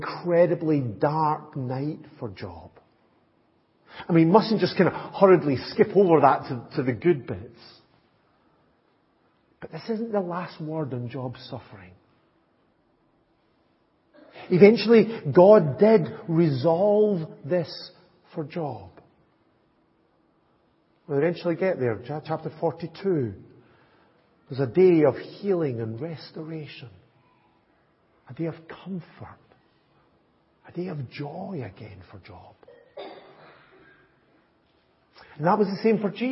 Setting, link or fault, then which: setting, large echoing room